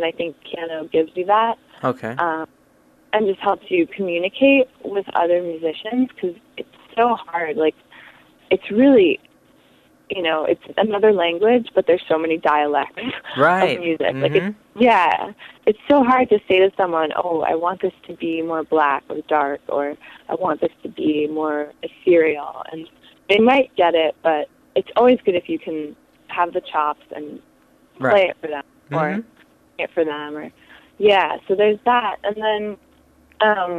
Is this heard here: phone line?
yes